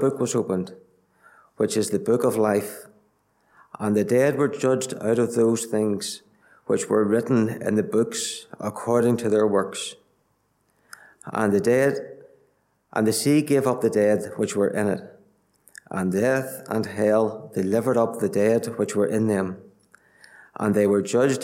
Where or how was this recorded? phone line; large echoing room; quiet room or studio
large echoing room